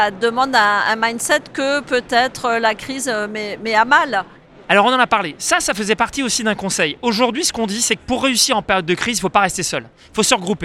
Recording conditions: busy venue